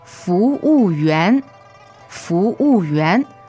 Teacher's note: up, down, and up. Okay, second, fourth, second.